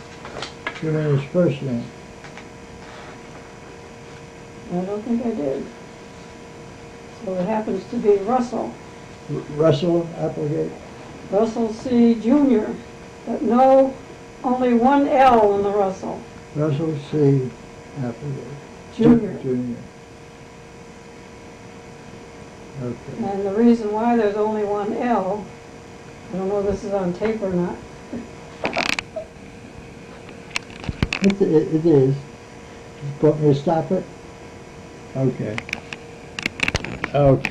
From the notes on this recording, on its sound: The recording is hard to hear